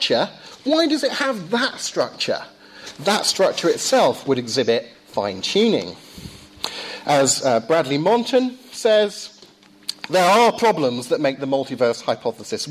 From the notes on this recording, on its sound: Lecture delivered at Downe House School